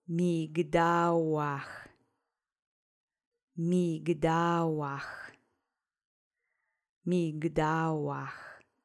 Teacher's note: The accent is on the middle syllable.